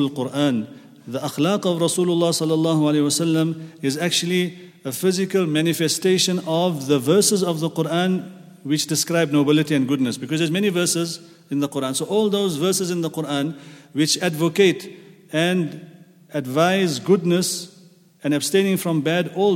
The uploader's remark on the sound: at the Houghton Masjid (West Street)